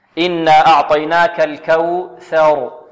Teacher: والراء هنا مفخمة، الراء ماذا؟ مفخمة، مفخمة لأننا وقفنا ماذا؟ عليها بالسكون